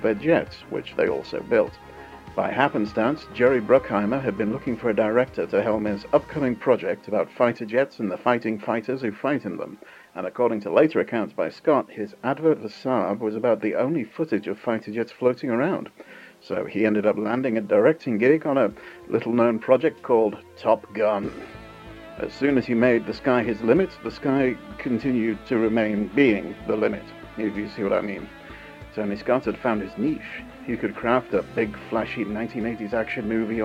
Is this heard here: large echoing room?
no